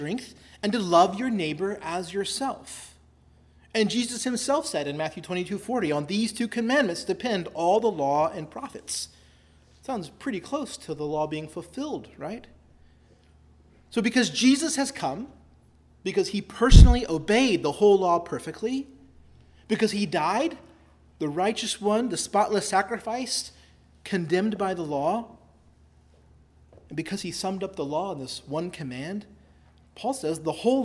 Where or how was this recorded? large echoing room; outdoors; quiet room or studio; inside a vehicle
large echoing room